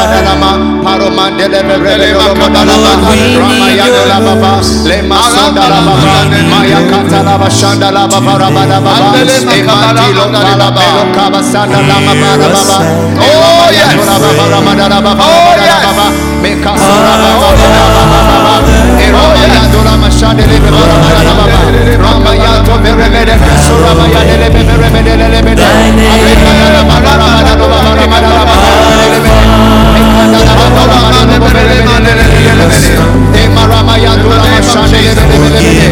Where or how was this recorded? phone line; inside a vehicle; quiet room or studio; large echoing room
large echoing room